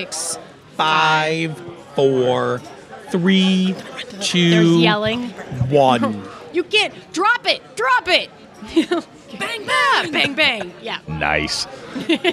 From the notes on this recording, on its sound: LIVE FROM QUEEN CITY CONQUEST.